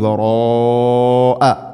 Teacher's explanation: വറാഅ മദ് മുത്തസിലാണ്, നിർബന്ധമായിട്ടും നാലോ അഞ്ചോ ഹർക്കത്തിൻ്റെ ഖദറിൽ നീട്ടണം. വറാ മദ്ദിൻ്റെ അക്ഷരം അലിഫും ഹംസയും അതേ പദത്തിൽ.